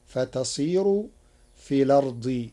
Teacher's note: قرأ ورش كلمة الأرض بنقل حركة الهمز إلى الساكن قبلها فتصير في الأرض تخفيفا.